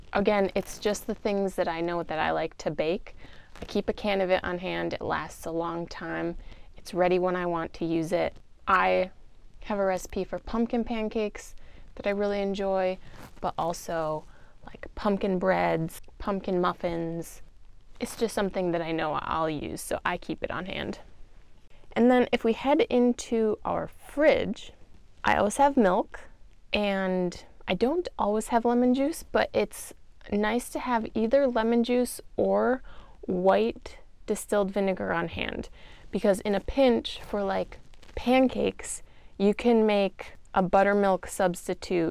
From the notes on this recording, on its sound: I apologize for static that you may hear! Newbie mistake when it came to my choice of clothing, on the day I recorded.